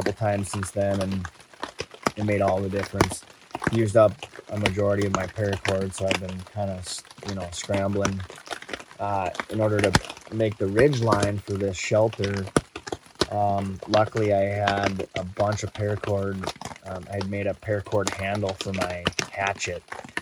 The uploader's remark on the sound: On location in the Boundary Waters Canoe Area Wilderness of Minnesota. On a recent solo canoe trip, shortly after a severe thunderstorm rolled through.